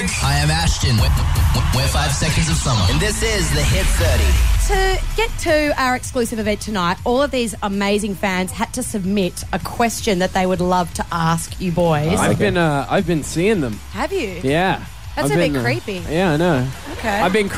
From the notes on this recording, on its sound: live from the World Famous Rooftop